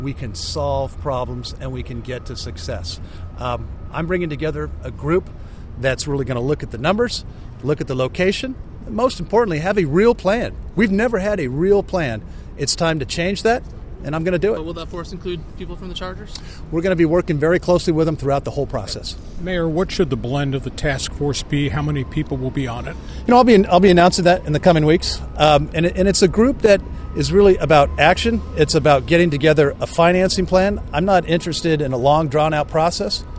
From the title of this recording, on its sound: Stadium Press Conference